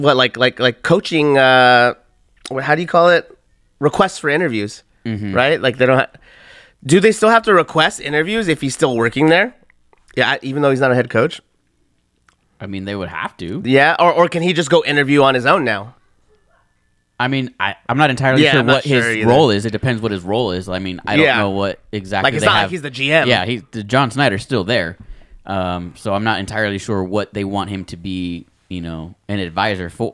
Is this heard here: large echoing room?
no